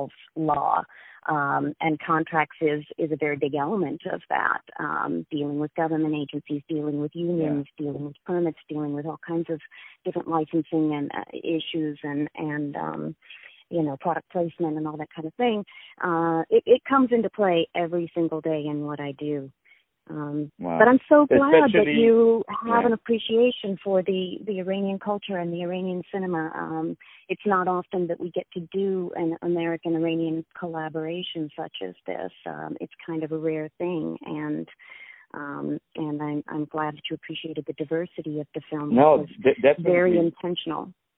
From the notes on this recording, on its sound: On the phone